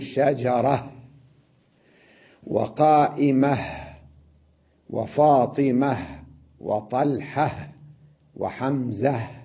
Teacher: ألفظ التاء المربوطة هاء كأنه لا يوجد عليها النقاط، ثم أسكن أضع على الهاء سكونا، أقول شجرة وقائمة وفاطمة وطلحة وحمزة، هكذا أقف. · Term: هاء ساكنة